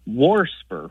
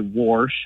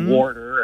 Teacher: WARSPR with an extra R thrown in there · Term: R insertion